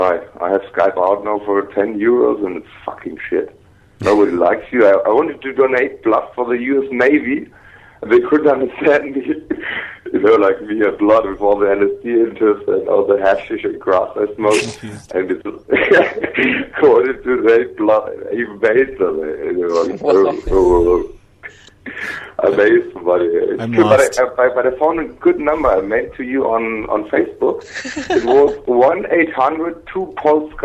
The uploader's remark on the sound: Prank Phone Calls